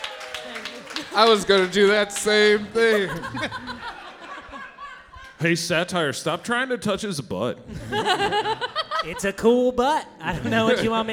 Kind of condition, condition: setting, live audience